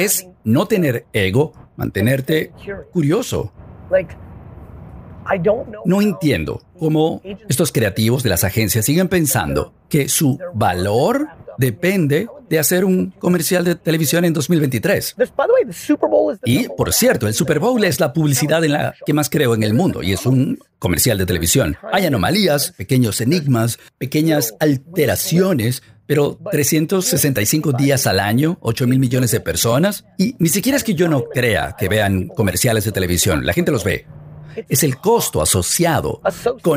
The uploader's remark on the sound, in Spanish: grabada en la parte trasera del auto durante mi reciente viaje a Dubái